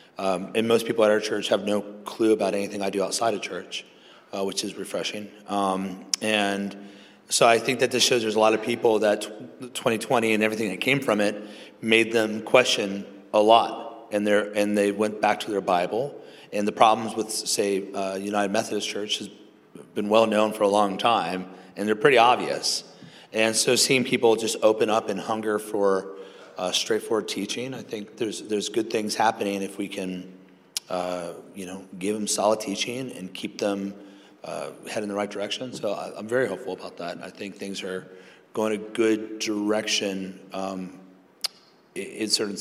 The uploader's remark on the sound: Live Conversation. This episode was recorded like at the 2023 King's Domain Conference, "Clear Speech for a Confused Age."